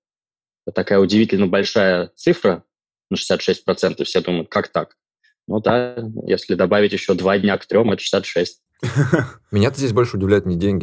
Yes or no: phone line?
no